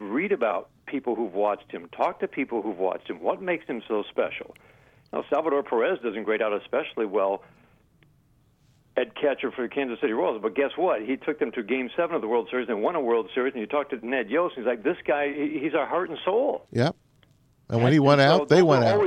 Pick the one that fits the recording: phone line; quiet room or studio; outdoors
phone line